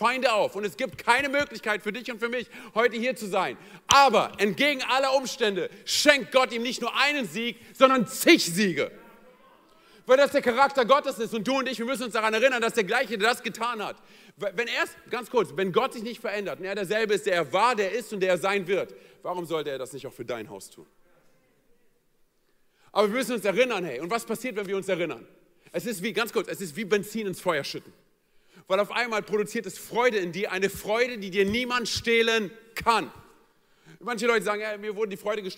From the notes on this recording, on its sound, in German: aus unserem Gottesdienst am 21.